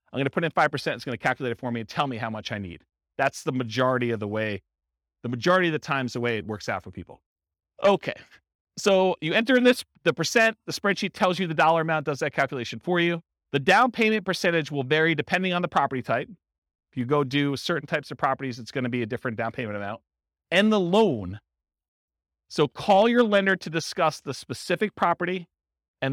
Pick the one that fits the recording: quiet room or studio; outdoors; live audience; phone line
live audience